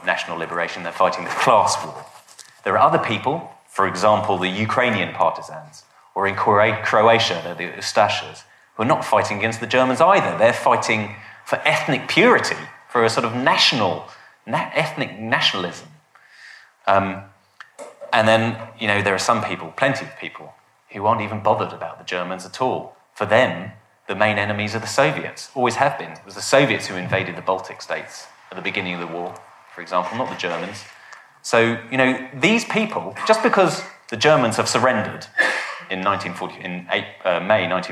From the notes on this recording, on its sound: a lecture from our recent History Weekend